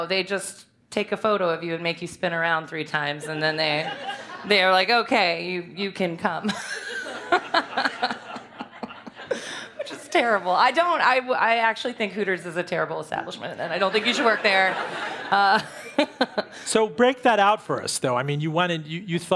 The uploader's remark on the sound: We interviewed her before a live, hungry audience.